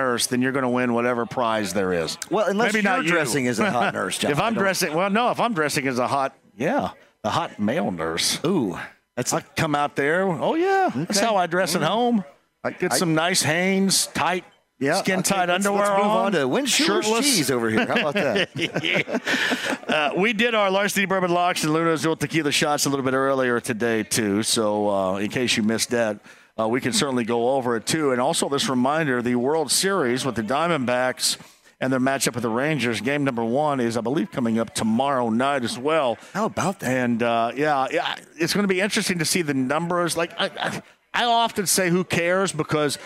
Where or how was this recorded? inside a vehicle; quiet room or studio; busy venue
busy venue